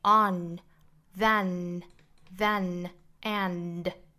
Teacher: 前后鼻音都是由鼻腔发声的但是发音位置是不一样的首先我们来看前鼻音的发音我们在发前鼻音的时候可以采用舌尖在上齿龈的位置抵住之后再用鼻腔去发声还有后面的 and 或者后面的这个 on 我们发完之后呢舌尖去抵上齿龈的位置再去靠鼻子发声就可以了